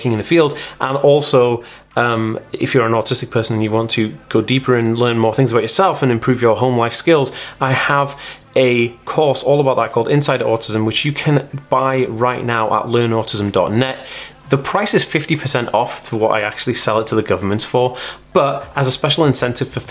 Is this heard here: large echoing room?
no